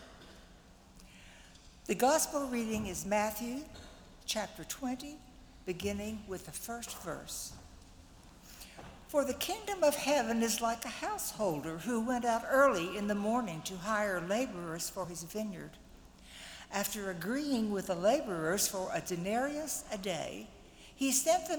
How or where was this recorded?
large echoing room